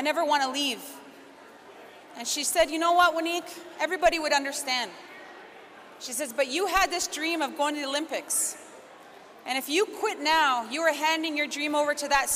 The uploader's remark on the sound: Recordings from the 2022 Siksika Health Fair